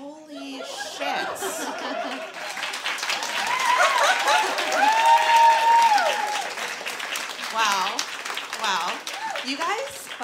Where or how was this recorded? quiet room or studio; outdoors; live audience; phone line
live audience